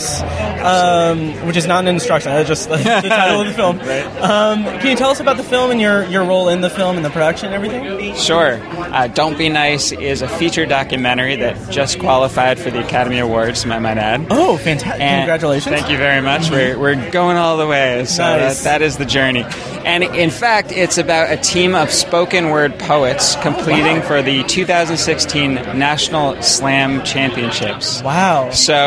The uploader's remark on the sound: In part 1 of our coverage of the 28th Heartland Film Festival. I interview several filmmakers and guests on the HIFF red carpets.